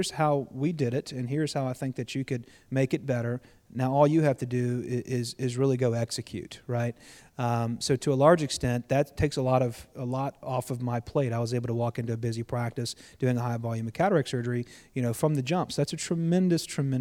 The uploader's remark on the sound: At MillennialEYE Live for another live Ophthalmology off the Grid interview.